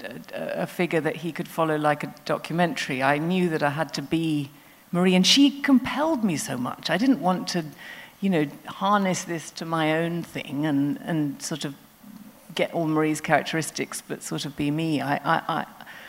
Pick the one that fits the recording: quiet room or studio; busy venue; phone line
busy venue